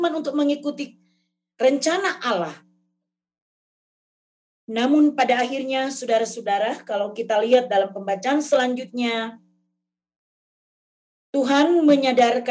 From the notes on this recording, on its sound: RSK 98.6 FM: Ibadah Minggu GKI Kalvari. Zoom Meeting.